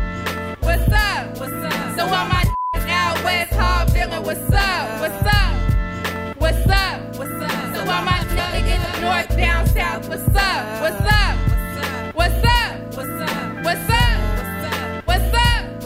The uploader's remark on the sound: Perform at the New Hands Music festival at Healer. Perform at the New Hands Music festival at Healer.